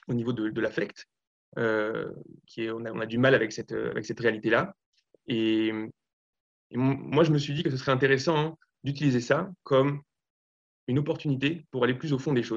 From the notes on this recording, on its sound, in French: Nous diffusons ici l'enregistrement du premier Zoom de Shofar